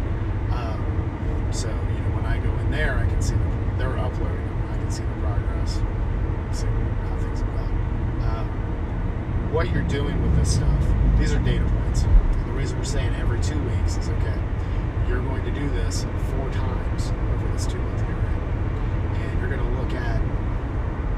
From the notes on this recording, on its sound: The sound quality isn’t great